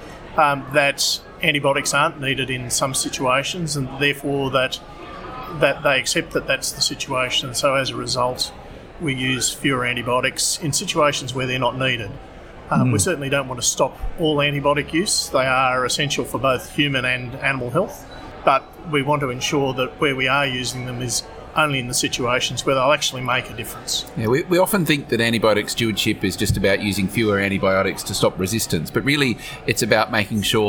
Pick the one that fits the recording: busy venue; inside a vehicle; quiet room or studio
busy venue